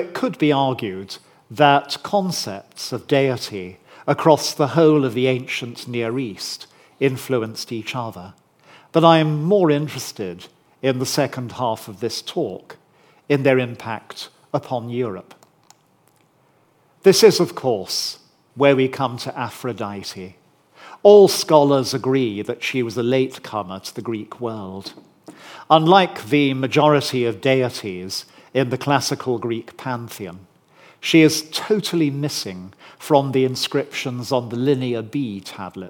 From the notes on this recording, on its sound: recorded on 20 September 2023 at Barnard's Inn Hall, London